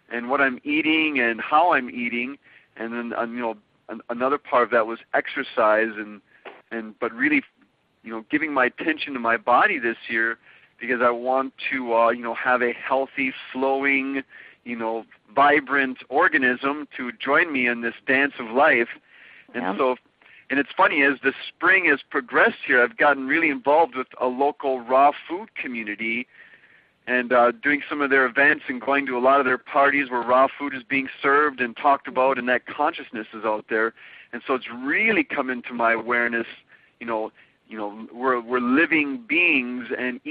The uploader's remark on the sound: On this recording of our June 1, 2010, teleseminar